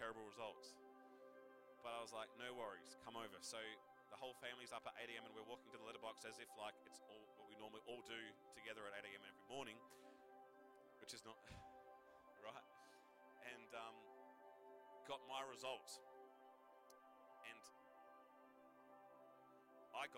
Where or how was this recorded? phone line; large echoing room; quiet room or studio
large echoing room